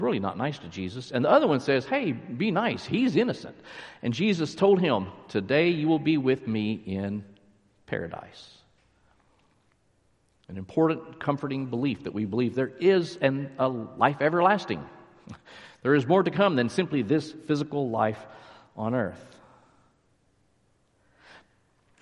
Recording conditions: large echoing room